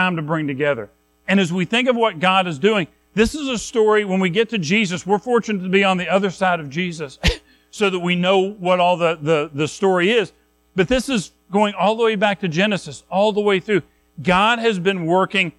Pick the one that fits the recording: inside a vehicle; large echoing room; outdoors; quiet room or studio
large echoing room